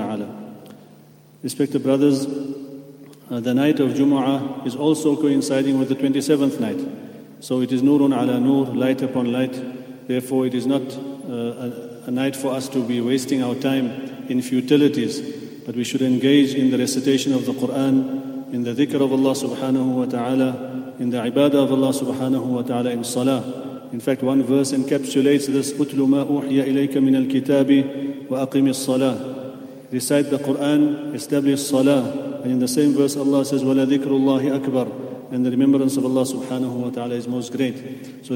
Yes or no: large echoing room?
yes